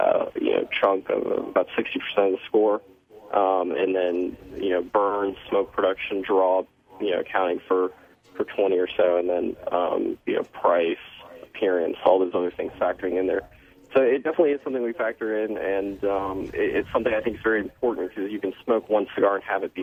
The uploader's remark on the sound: later the guys from Cigar Think Tank call